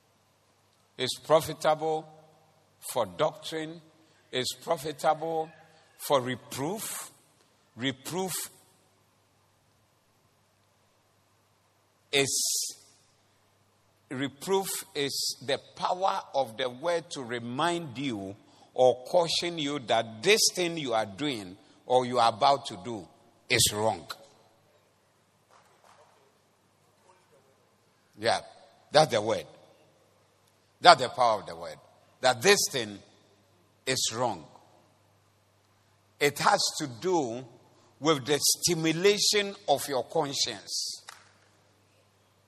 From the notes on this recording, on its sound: Preached at the Doxa Service 24092023